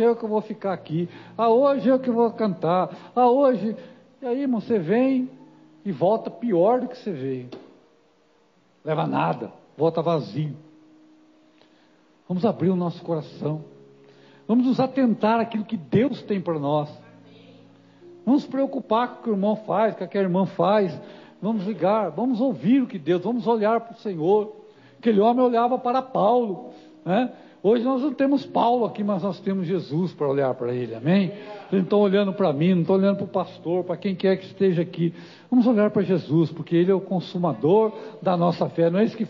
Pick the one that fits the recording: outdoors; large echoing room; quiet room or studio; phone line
large echoing room